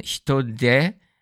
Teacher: you would change that T sound to a D sound when you actually add it kind of as a suffix or following certain words